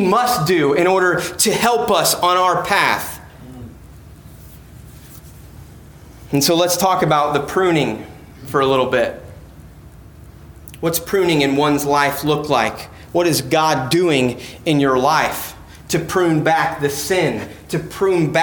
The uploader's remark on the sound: Preached on 7/31/17 at Christian Fellowship Church, Peru Indiana.